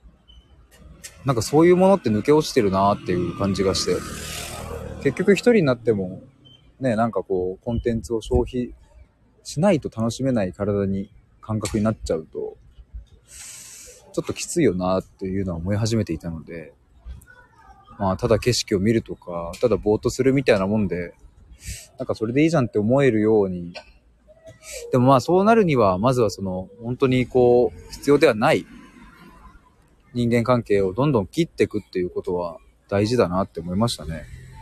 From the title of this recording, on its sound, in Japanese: 駅まで歩きながら！